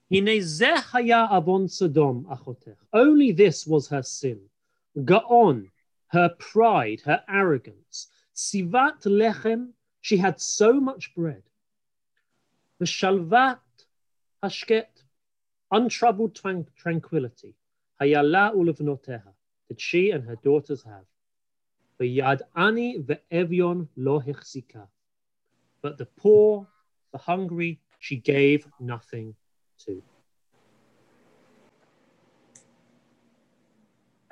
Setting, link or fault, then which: link, video call